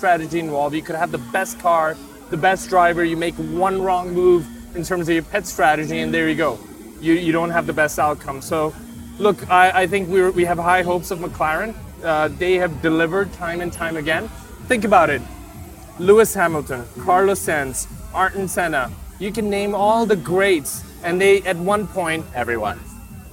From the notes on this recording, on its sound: Live From Formula 1. Live from Formula1 Singapore.